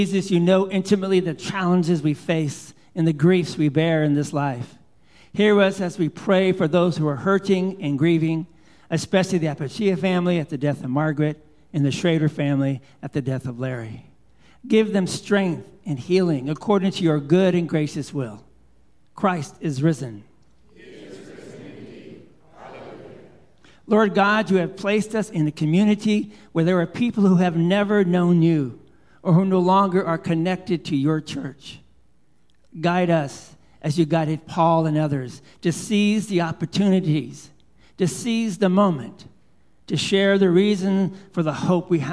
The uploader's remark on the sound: Live Worship Service